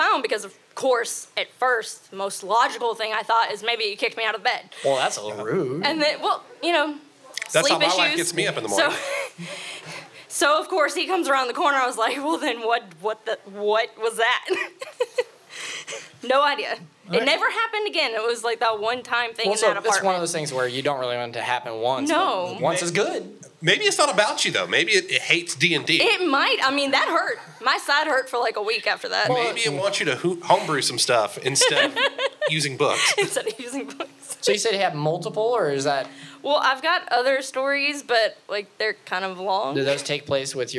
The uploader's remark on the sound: Live from Pour Brothers Brewery. Takes to the stage at Pour Brothers Brewery for our first ever live show.